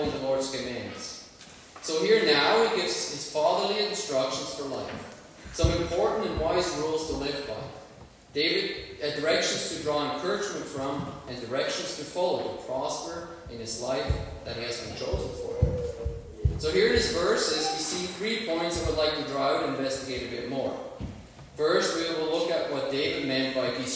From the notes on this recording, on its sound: Worship Service. Sorry for the poor sound quality.